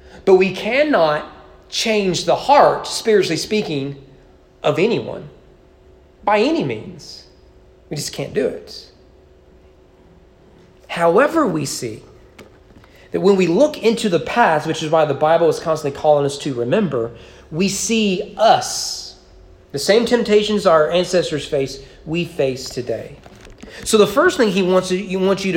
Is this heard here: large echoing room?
yes